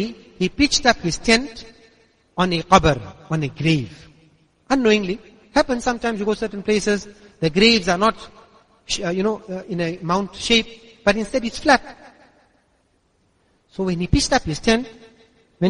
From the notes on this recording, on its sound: Jumuah lecture at Masjidus Siddique